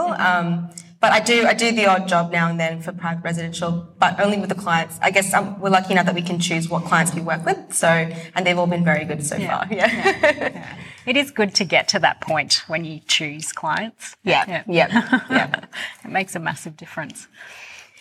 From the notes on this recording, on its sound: Brisbane Autumn 2021. Live recordings from our much loved Seasonal Salon series.